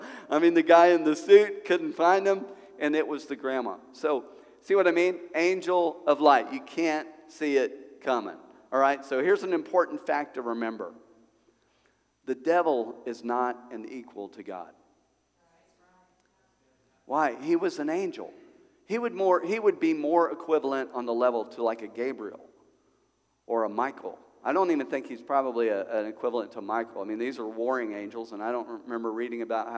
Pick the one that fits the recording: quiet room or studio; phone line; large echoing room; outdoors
large echoing room